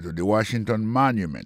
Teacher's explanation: Si on a mis accent sur accent encore, on va voir que le mot Washington, l'accent tombé sur le premier syllabe là. Pour le mot monument, il tombe sur le premier syllabe là.